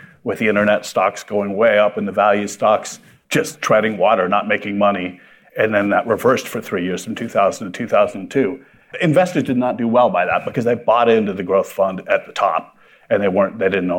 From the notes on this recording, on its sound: Live from Investor Connection. A live event last week.